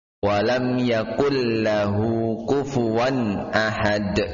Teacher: nun mati ketemu lam, idgham bila gunna, idgham tanpa ada gunnah, tanpa ada dengung.